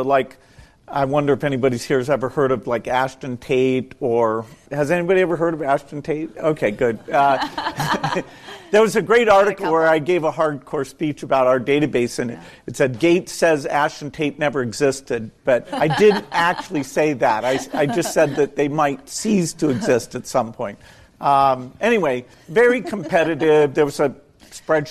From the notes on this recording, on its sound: This encore episode is a recording of a special event. In San Francisco. In front of a live audience of Village Global founders and friends of the firm.